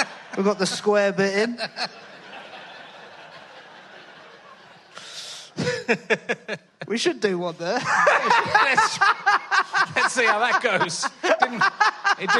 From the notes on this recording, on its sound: Is at the Leicester Comedy Festival. Thanks to the Leicester Comedy Festival for having us.